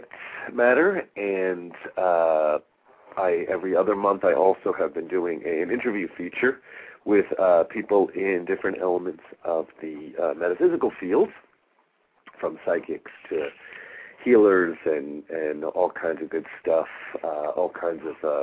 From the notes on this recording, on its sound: Callers with questions or comments are encouraged to call in live halfway through the show.